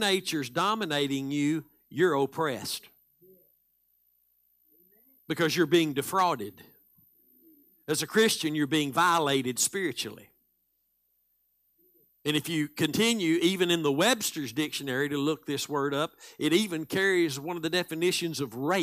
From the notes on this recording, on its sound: Live Sunday Morning Service